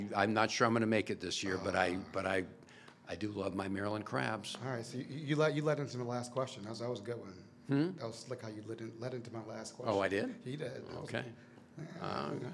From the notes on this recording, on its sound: This year’s MACo Summer Conference featured a live recording of the No Pix After Dark Podcast